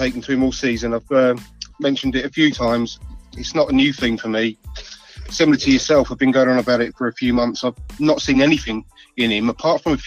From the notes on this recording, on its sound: This is a very interesting episode made up of my appearances on the brilliant "Fans Phone In"